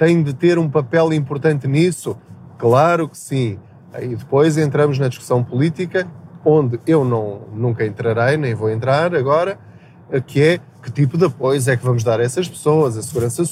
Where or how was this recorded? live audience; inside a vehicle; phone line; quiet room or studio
inside a vehicle